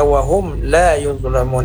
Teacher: mim sukun bertemu dengan huruf lam pada kata wahum la yuzlamun, ini namanya izhar, izhar syafawi, tidak boleh panjang.